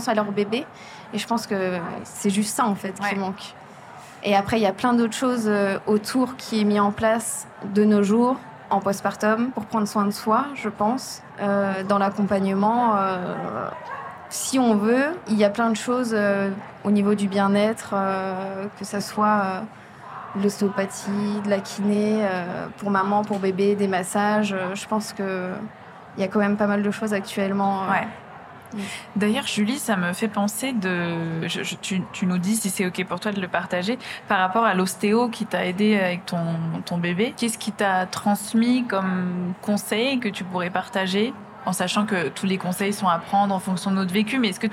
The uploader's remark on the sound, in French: Enregistrée au Salon International de la Lingerie. Nous étions entourées de stands dédiés au bien-être intime, aux sextoys et aux massages. Cette ambiance joyeuse a cependant impacté la qualité sonore de cet épisode.